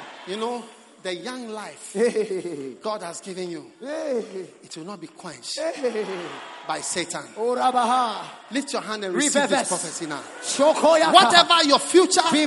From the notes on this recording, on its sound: Preached at the Prophetic Encounter Service.